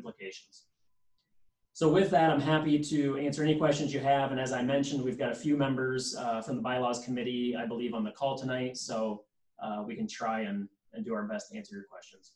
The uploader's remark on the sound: Zoom meeting